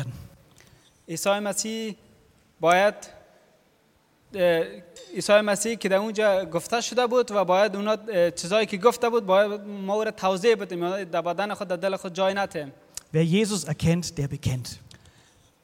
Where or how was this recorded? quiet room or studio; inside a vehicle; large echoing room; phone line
large echoing room